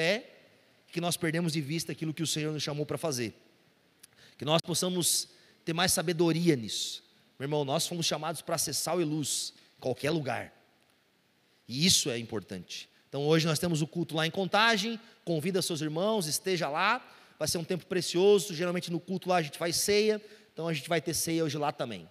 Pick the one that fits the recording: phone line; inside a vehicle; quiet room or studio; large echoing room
large echoing room